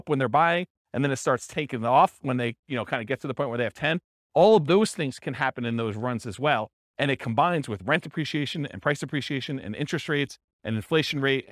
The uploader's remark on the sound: This was a live class recorded